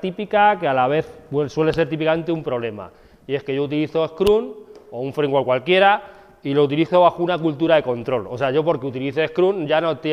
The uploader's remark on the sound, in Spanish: Grabación de una clase